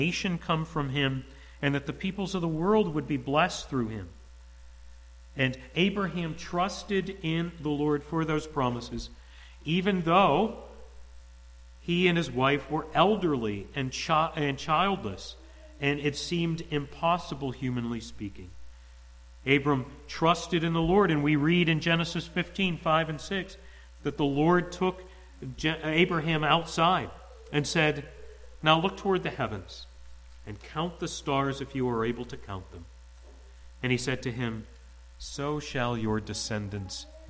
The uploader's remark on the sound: to the congregation at the Manchester Reformed Presbyterian Church of New Kensington, PA